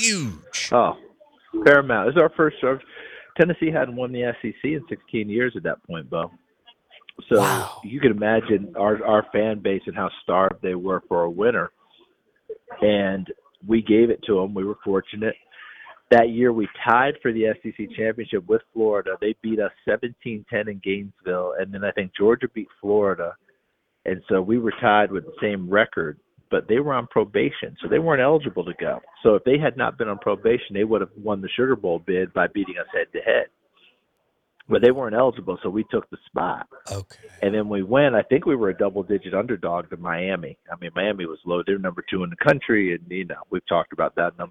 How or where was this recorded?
phone line